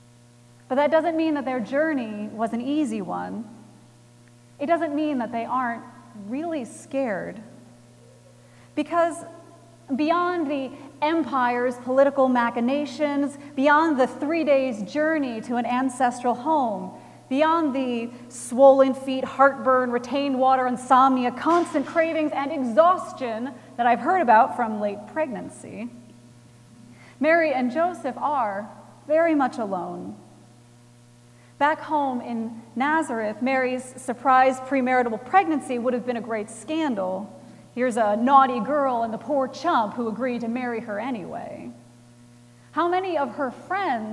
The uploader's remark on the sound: Recorded Christmas Eve, 2017 at Trinity Presbyterian Church in Bixby, Oklahoma.